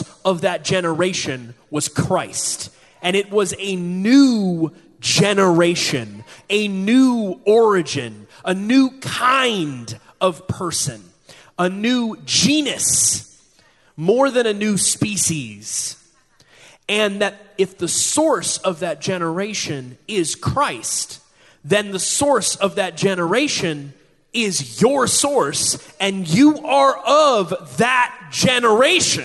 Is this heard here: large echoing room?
yes